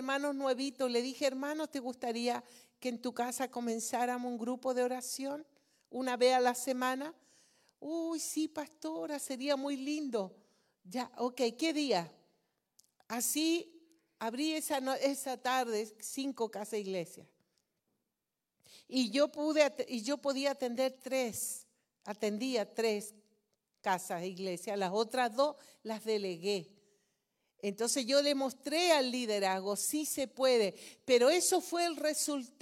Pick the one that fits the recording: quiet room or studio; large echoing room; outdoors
large echoing room